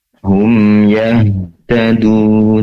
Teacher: pastikan di sini ha juga memiliki sifat hamas, yaitu menyebarnya udara atau angin di dalam dada perlu diperluas lagi penyebarannya, tentu dengan menarik nafas lebih dalam.